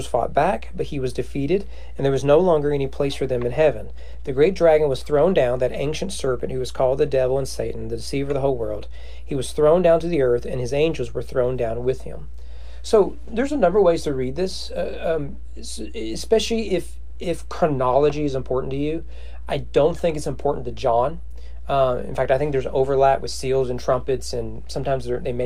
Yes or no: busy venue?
no